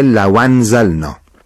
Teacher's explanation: یعنی در واقع همزه رو حذف میکنه، حرکتشو منتقل میکنه به واو ساکنه ما قبلش، میشه لو انزلنا و یه بمخوانی میکنه در و تلکل · Term: نقل و حذف